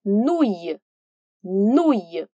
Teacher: as duas vogais juntas, O mais U, vão ter som de U, como no português